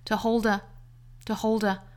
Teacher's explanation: to 读得非常的弱啊，读得很快